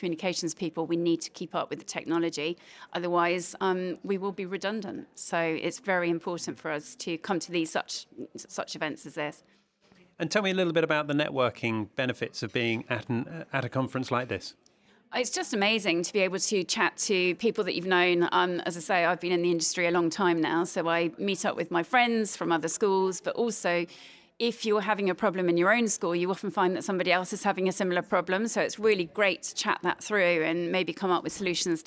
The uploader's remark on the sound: A walk around the 2023 AMCIS annual conference. First we’re going to get some coffee and see who’s here so come with me as I take you around the event at this year’s AMCIS annual conference.